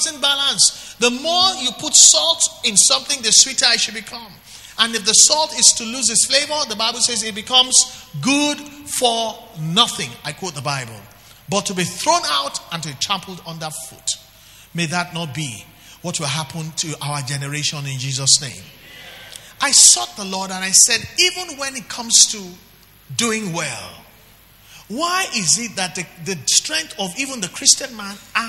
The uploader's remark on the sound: Record LIVE at our Wednesday Interactive Service on January 30, 2019